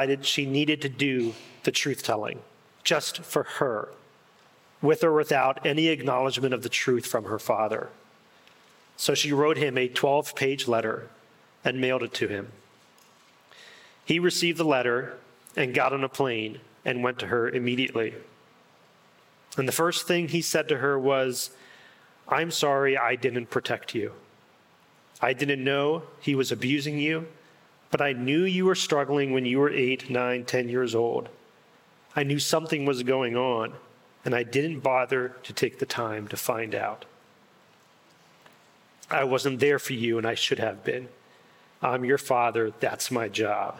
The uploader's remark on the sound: In this insightful and pastoral talk at the Restore Conference.